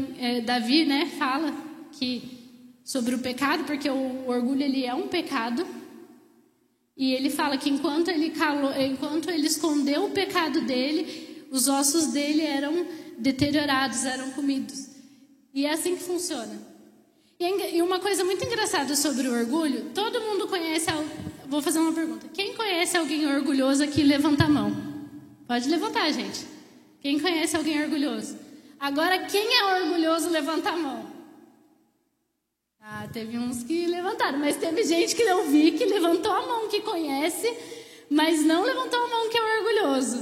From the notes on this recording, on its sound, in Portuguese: Ministrada ao vivo na Primeira Igreja Evangélica Missionária